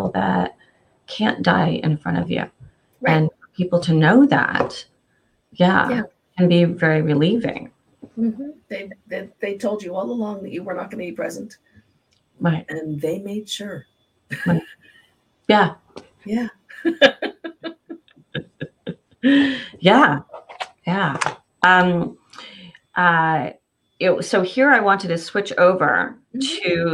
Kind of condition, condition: link, video call